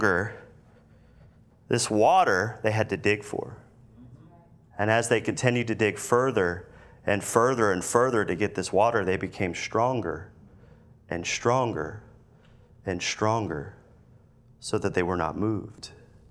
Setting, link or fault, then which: setting, large echoing room